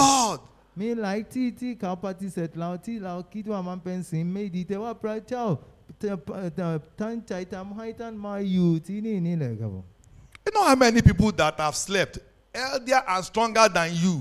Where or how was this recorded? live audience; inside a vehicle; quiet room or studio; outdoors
live audience